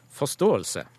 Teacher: begge disse ordene hadde tonelag 1 hos oss begge to